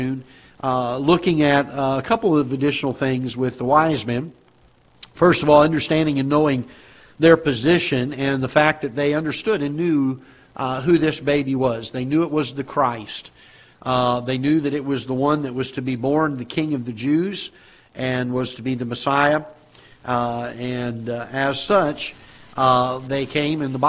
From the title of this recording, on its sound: Ketha Heights Baptist Church ~ Live Broadcast